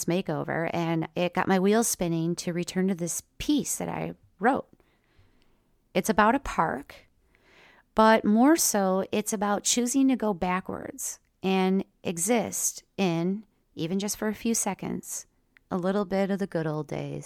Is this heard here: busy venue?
no